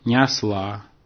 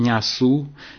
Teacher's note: Переход безударного «э» после мягких согласных в «а», независимо от качества ударного гласного в следующем слоге. В результате этого изменения получалось сильное яканье.